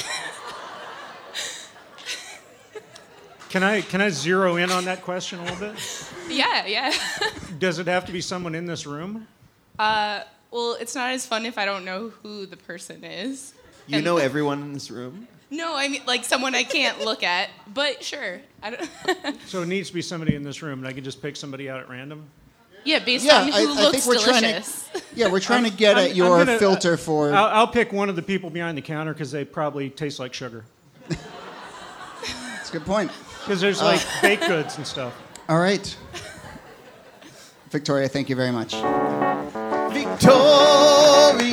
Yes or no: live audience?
yes